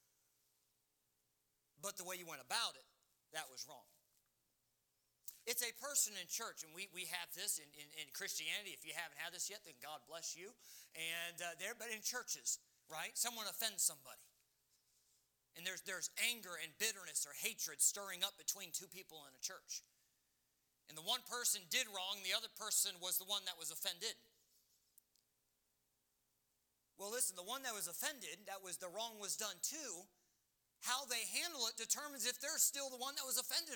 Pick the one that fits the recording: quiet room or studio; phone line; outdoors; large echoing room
large echoing room